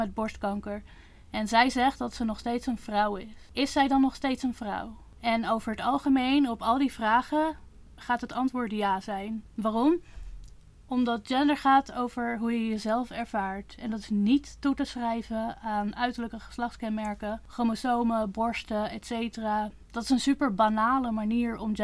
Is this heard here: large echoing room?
no